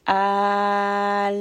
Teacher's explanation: In fact, you should not raise the voice. You should not apply any kind of emphasis on the lam. Otherwise, the lam can get the sound of a shadda, which we do not want. · I'm just resting gently on the lam. I'm not applying any kind of movement. There's going to be no bouncing. · Term: lam sukun